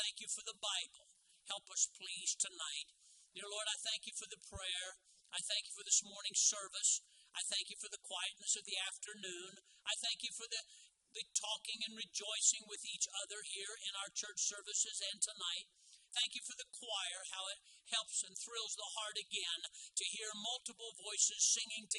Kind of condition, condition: setting, large echoing room